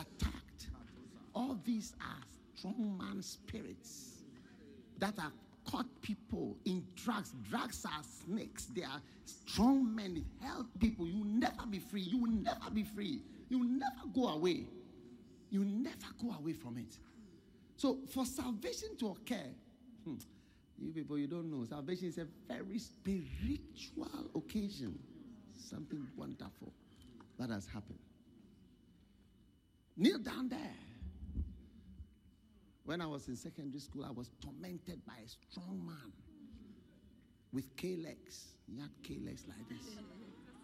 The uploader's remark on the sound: Preached at The Qodesh